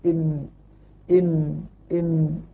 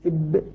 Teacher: الميم يعني يشترك فيها باطن الشفة أدخل من الباء، إب إب إم إم إم إب، لكن كلاهما بإطباق الشفتين.